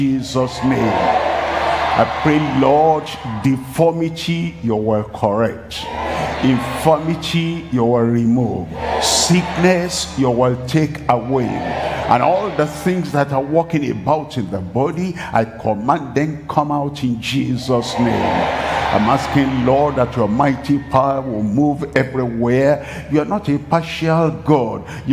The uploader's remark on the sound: Live from Asaba, Nigeria.